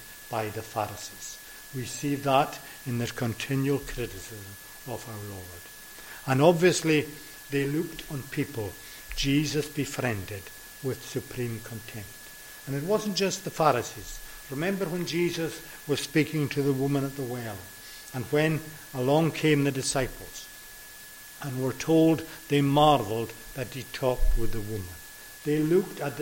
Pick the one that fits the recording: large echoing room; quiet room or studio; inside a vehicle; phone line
large echoing room